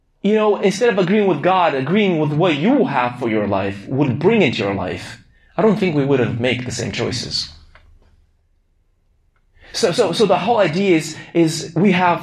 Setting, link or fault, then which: setting, large echoing room